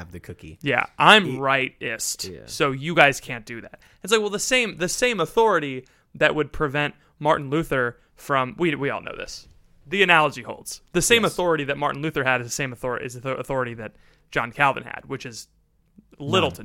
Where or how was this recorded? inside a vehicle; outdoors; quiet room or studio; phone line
quiet room or studio